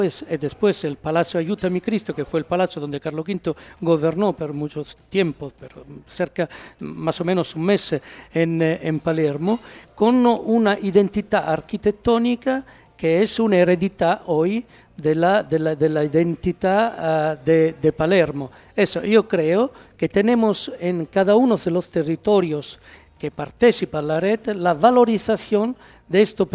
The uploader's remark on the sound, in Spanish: El patio del Parador de Jarandilla de la Vera fue el escenario de este programa de radio-podcast en directo